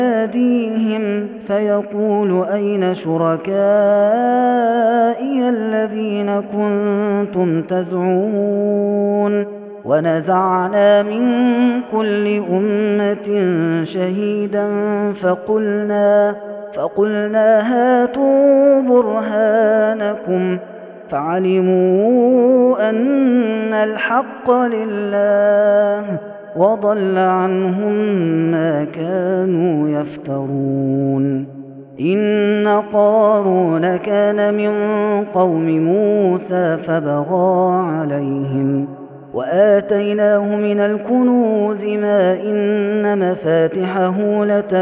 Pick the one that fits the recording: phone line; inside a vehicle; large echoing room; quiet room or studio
large echoing room